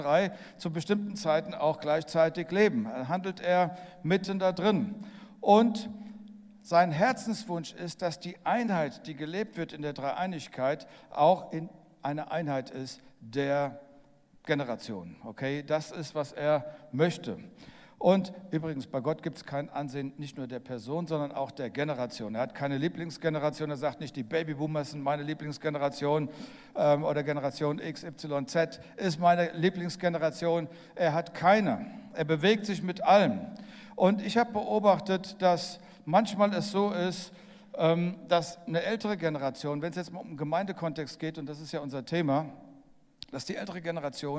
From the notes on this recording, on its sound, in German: aus unserem Gottesdienst am 21.